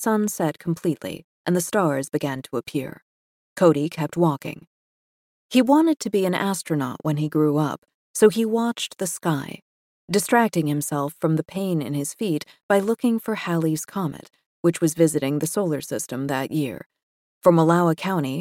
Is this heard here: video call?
no